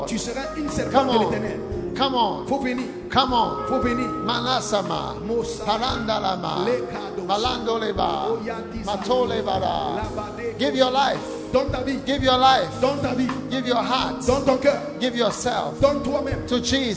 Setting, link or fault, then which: setting, large echoing room